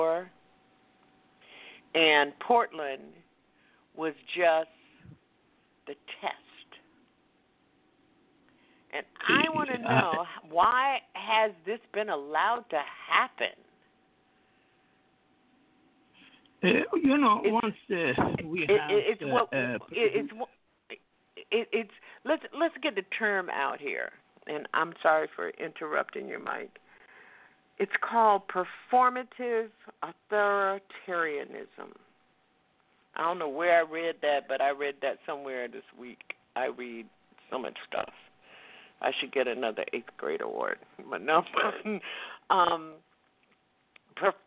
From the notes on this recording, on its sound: Listeners who "call-in" via telephone. Mkutano OPEN MIC Wednesday Night at OUR COMMON GROUND.